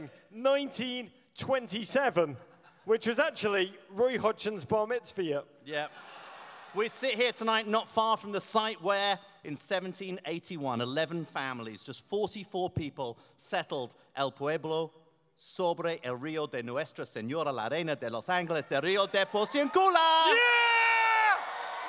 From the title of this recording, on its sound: Live in Los Angeles